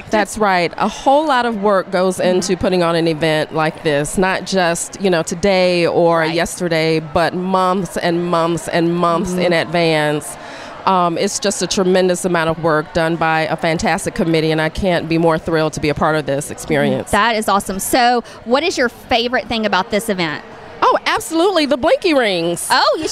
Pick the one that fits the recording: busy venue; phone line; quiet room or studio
busy venue